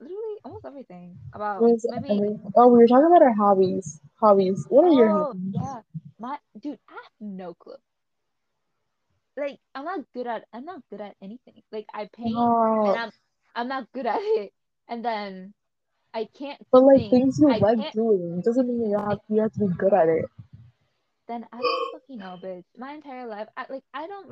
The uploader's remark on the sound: ignore the echo in the beginning